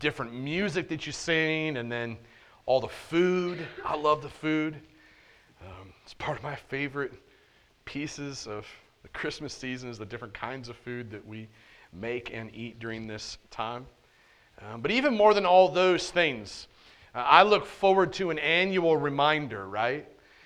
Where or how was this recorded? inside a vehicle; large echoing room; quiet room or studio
large echoing room